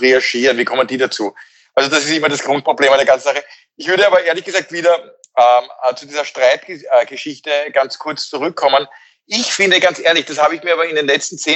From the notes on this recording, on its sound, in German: Bei unserem nächtlichen Austausch. Indem sie einander via Skype am Abend beim Reden zusehen.